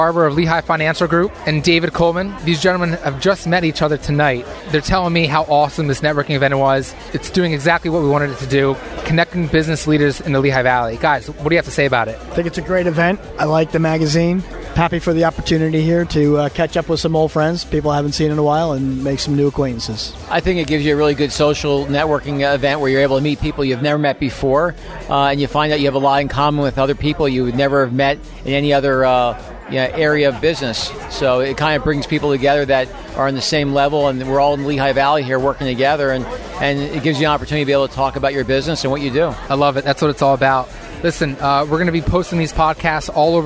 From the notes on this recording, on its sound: LIVE from the Launch Party of Issue No 3.